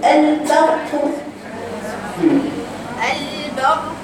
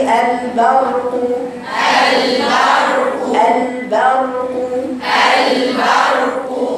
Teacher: اللام رقيقه والباء رقيقه، لكن الراء مفخمه وما تقطعيهاش · Shown in: second take